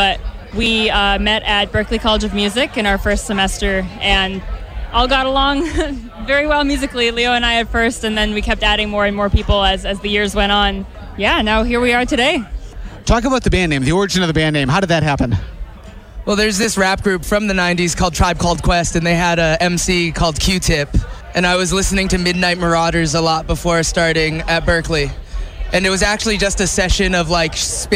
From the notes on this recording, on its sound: Boston Calling Local Music Recap. WATD had the chance to catch up with many of them back stage at this years festival.